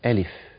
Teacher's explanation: طيب، قوله ألف لام ميم، سمعنا أو بنسمع البعض يقول ألف، بيضغط على الفاء، الفاء لا تحتاج إلى ضغط، هذه الضغطة بيسموها النبر أو الضغط، لا تحتاج إلى هذا الضغط، ولكن تقول ألف وليست ألف، مش لف، ألف، هكذا.